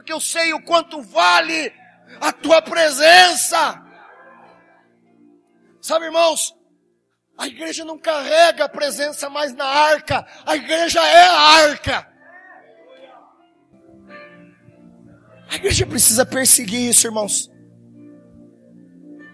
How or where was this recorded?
large echoing room